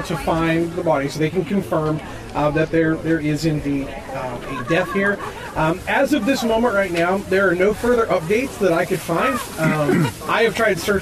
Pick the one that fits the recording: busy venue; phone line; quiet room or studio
busy venue